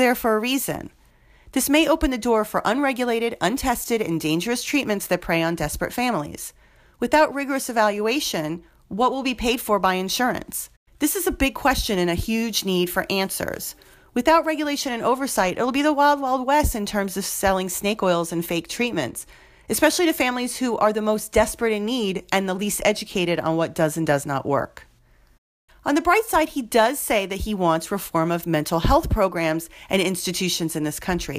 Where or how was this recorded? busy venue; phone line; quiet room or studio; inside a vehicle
quiet room or studio